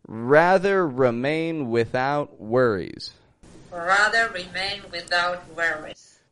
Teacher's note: I can hear that you are really stretching out those W's to pronounce that nice and clearly